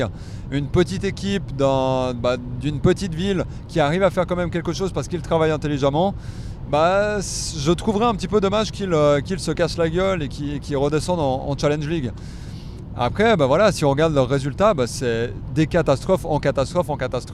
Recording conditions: inside a vehicle